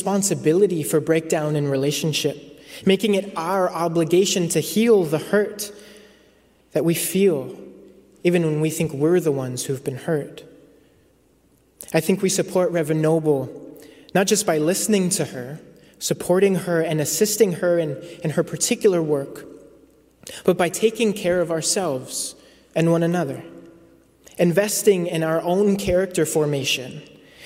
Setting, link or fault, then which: setting, large echoing room